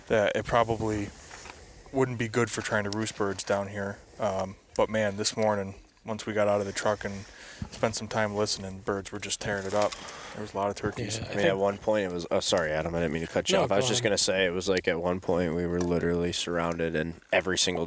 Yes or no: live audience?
no